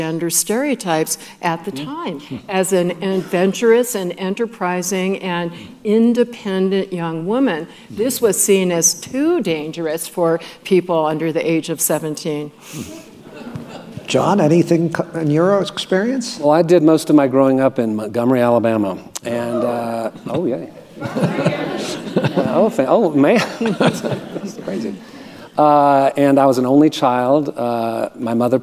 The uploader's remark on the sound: At the 2022 Ideas Festival for a conversation.